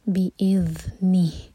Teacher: تاکہ ذال کا مخرج ادا ہو سکے تو ذال پر ہلکا سا ٹائم زیادہ دیا جاتا ہے. بی اذنی، یہاں پر رکیں گے تو ہاں ساکن کر کے رکیں گے.